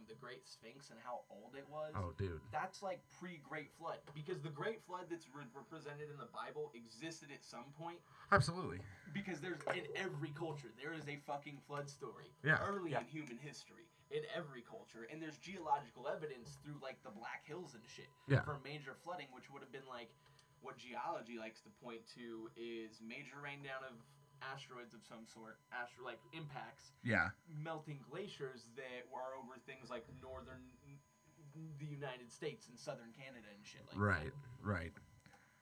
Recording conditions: hum or buzz